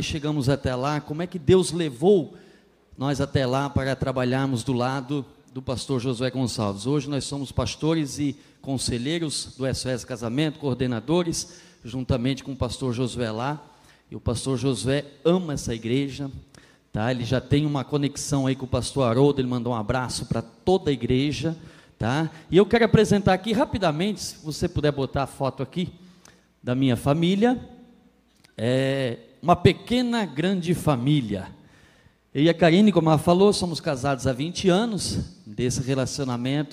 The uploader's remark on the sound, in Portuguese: na Igreja ABA Blumenau (Transmitido ao vivo)